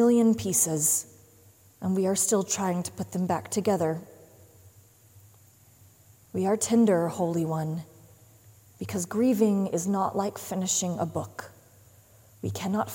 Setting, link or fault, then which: setting, large echoing room